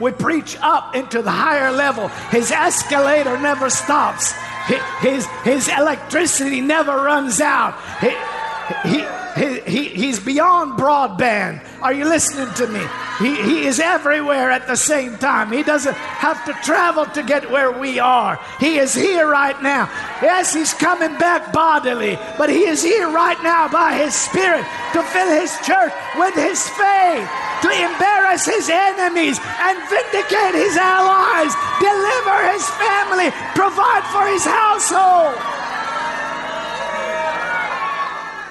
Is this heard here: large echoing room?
yes